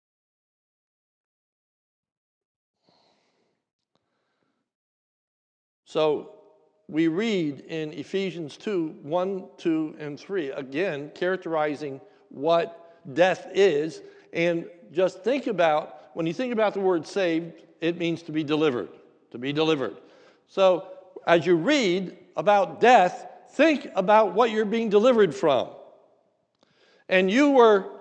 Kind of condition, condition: setting, large echoing room